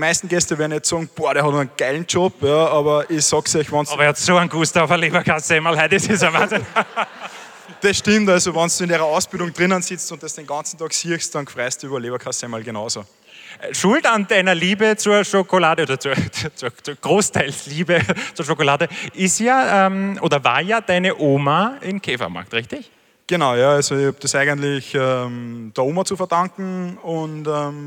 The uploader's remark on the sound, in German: Hören Sie nun die Aufzeichnung der Festivalgala